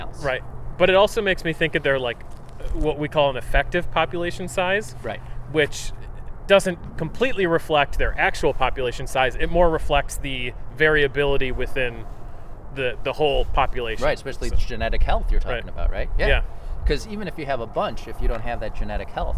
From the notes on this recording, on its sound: In Buffalo, NY at the Erie Basin Marina (part 1) and Tifft Nature Preserve (part 2).